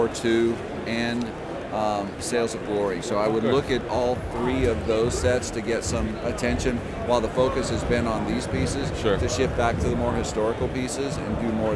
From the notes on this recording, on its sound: We had a chance to speak with a ton of great publishers, designers, artists, and gamers at Gen Con and recorded some of those conversations.